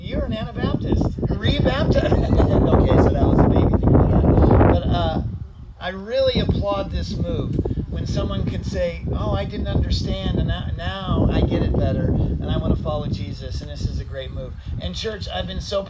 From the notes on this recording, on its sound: Church at the pond - Baptism.